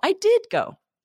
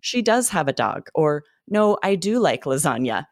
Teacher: we really hit that do, we hit the did, we change our intonation · Shown in: first take